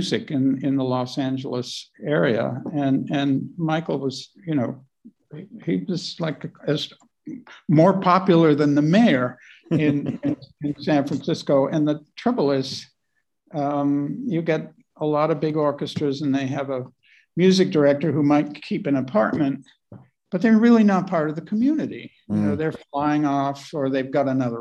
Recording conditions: video call